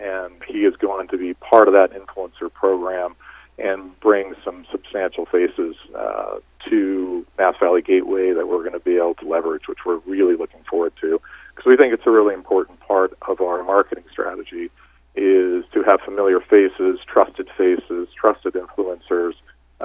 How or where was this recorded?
phone line